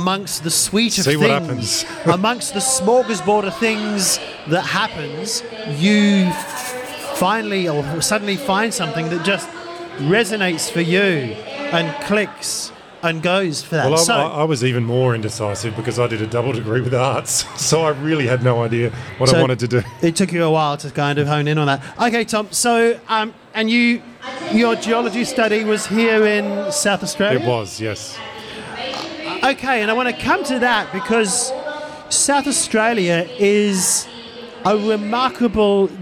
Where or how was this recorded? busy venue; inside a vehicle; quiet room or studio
busy venue